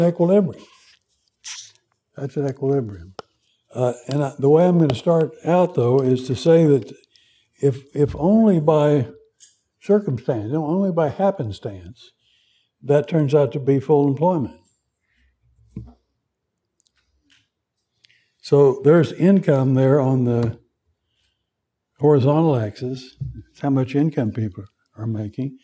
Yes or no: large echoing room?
yes